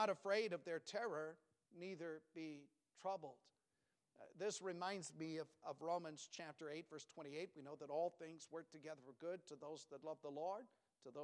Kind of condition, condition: setting, large echoing room